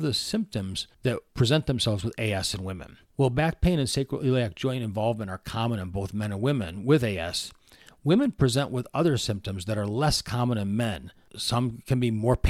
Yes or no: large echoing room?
no